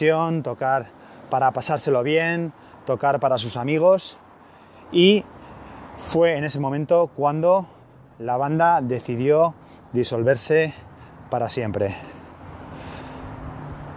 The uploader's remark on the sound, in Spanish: Un nuevo episodio grabado a pie de calle desde otro de los lugares más emblemáticos del Punk-Rock norteamericano. Telegraph Avenue, en Berkeley, California.